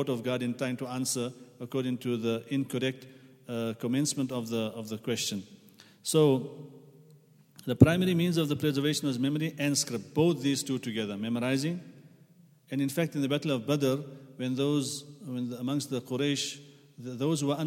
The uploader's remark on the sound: at the Houghton Masjid (West Street)